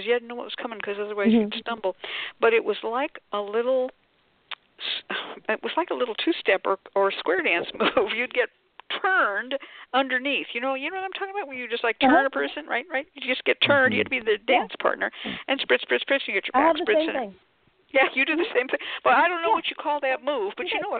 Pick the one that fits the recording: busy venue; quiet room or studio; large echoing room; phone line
phone line